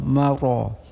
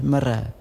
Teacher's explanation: Dengan lafaz ra pada kalimah marat dengan tafkhim. Setiap ra baris di atas, ra baris dhammah, lafadkan dengan tafkhim tebal · Shown in: first take